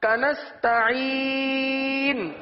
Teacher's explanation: اگر نون ادا نہ ہوا تو ایک حرف ہم نے ختم کر دیا، ایک حرف ہم نے حذف کر دیا. کنستعین آخر میں نون کی آواز آئے گی، نون کے مخرج پہ زبان لگے